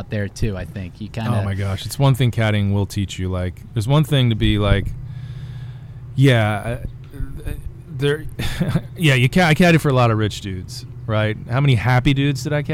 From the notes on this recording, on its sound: At Downer’s Grove Golf Club for our first live podcast after a fun round at the site of America’s first 18-hole golf course.